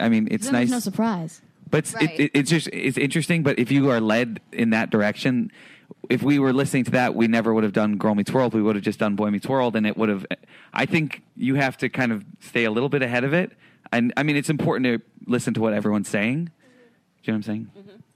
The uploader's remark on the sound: Recorded at ATX Television Fest in June 2015.